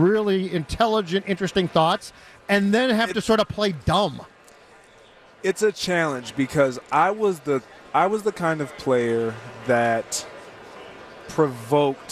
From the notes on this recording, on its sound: live from Radio Row all week